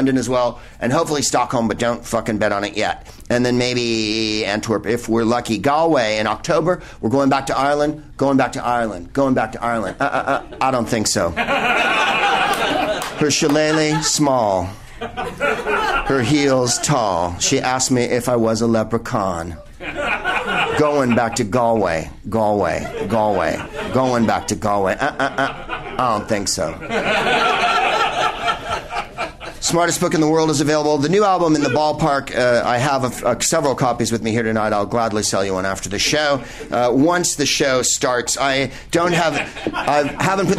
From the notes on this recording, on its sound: Live from Bar Lubitsch in LA